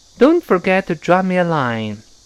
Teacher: drop 那个 p 在这又失去爆破了，因为这个 p 也是嘴唇爆破嘛